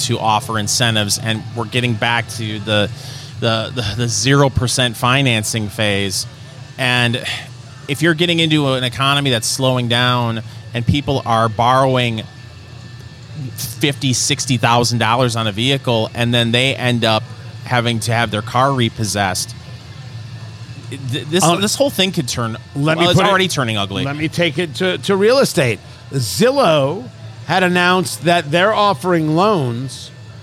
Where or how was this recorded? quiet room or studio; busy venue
busy venue